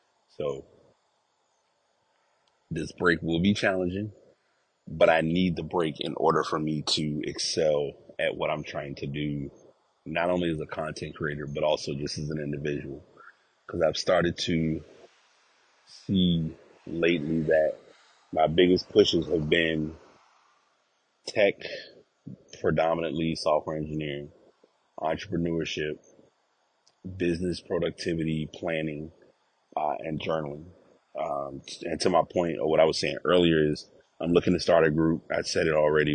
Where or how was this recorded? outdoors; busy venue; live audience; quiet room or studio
outdoors